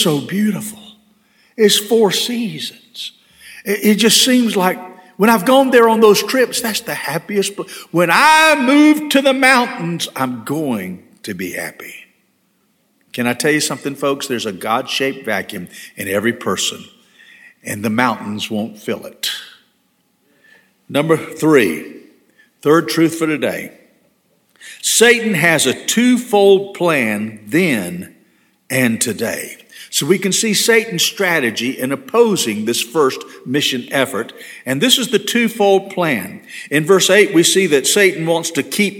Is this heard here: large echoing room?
yes